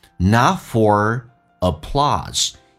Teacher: not 的 t 不发音叫略音，后面是以辅音开头